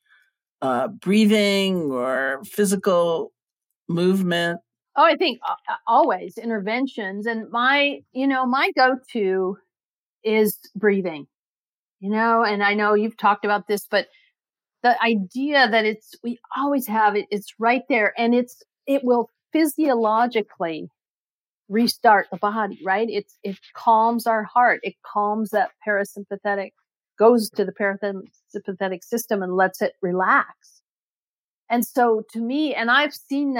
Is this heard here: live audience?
no